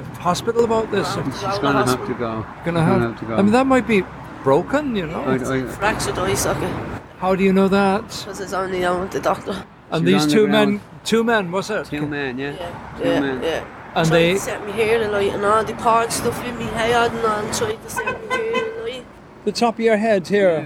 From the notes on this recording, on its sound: Addicts outside Trinity Court drug clinic in Dublin.